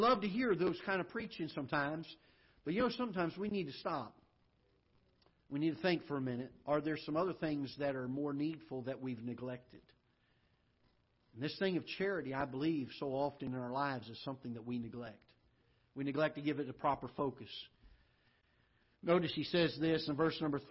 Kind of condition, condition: setting, large echoing room